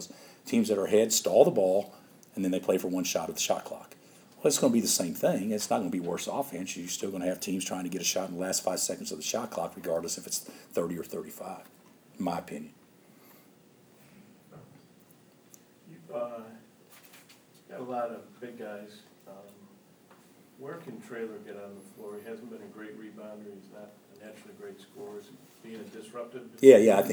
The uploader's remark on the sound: Press Conferences & Post-Game Interviews